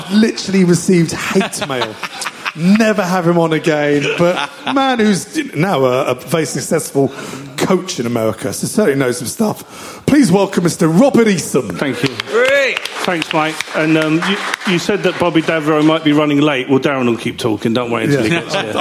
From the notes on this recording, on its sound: It’s another private live show for Spurs Show Season Ticket holders only. DO NOT PLAY LOUD!